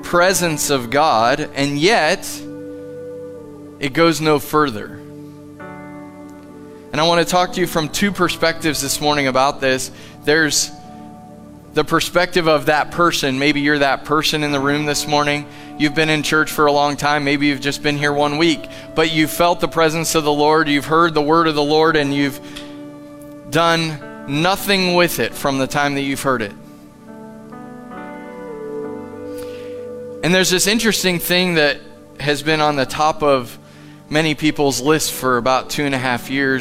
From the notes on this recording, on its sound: Live from The Summit Church in Dover, OH. Sunday Morning at The Summit.